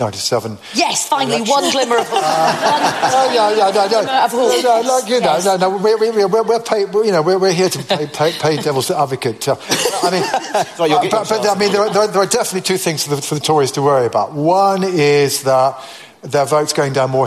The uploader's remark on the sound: Live at the Cheltenham Literature Festival in October